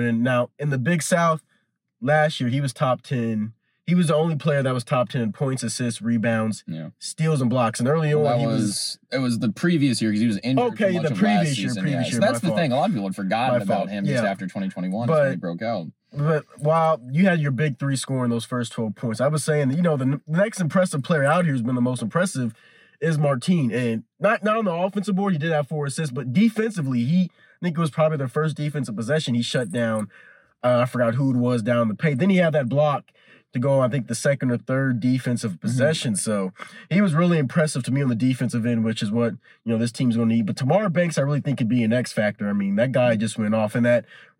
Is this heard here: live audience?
no